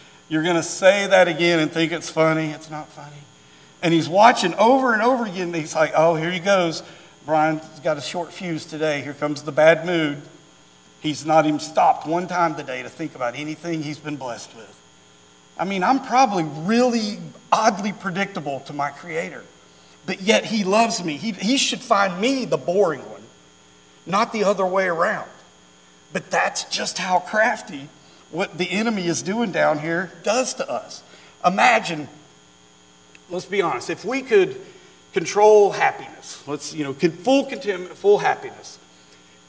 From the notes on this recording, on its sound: during our Wednesday night Live service